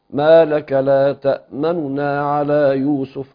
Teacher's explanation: يكون الروم بأن يفك الإدغام ثم تنطق النون الأولى بثلث حركة، ما لك لا تأمننا على يوسف، هكذا ما لك لا تأمننا على يوسف، نون مضمومة سريعة.